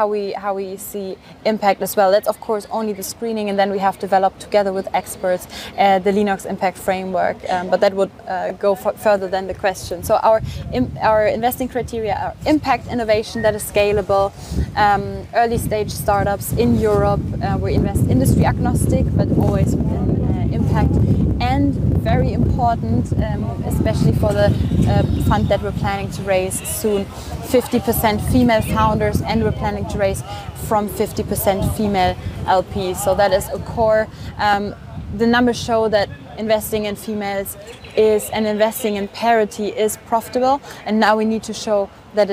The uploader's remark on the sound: This interview was recorded outside of the EU Startups Summit 2023 on April 20th in Barcelona.